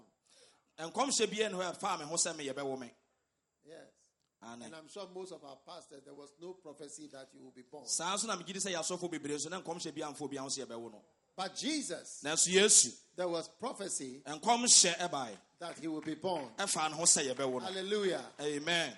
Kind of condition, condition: setting, live audience